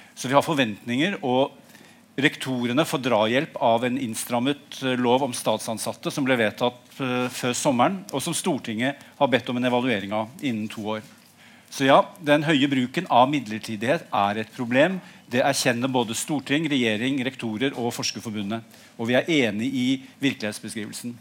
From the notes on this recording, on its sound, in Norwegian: en paneldebatt fra litteraturhuset i Trondheim